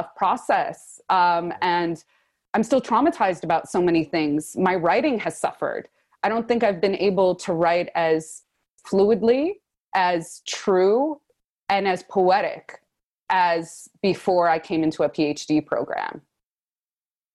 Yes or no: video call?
yes